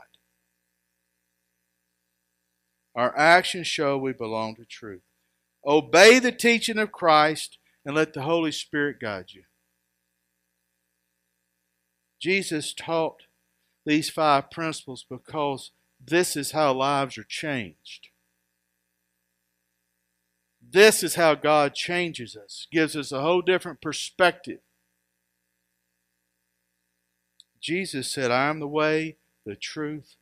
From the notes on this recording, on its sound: Recorded live at Freedom Fellowship Church in Tontitown, Arkansas on Sunday, February 28, 2021